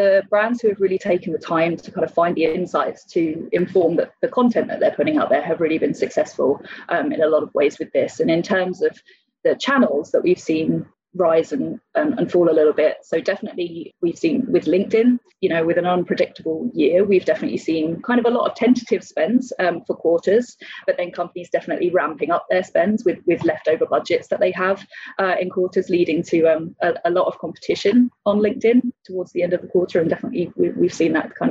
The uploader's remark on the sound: Joined over Zoom.